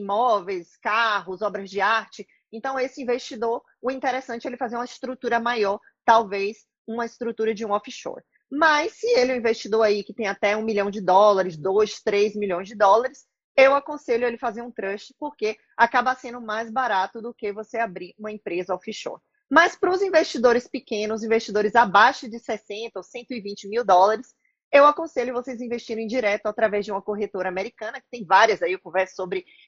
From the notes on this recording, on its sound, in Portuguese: Áudio de uma entrevista (live) realizada no Instagram